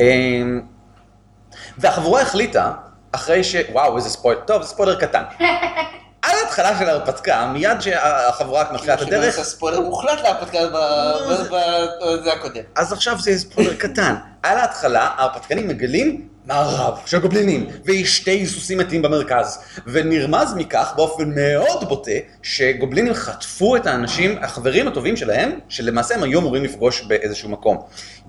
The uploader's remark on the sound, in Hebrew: חלק שני של ההקלטה שערכנו בערב המשחקים הגמדי ברומ"ח.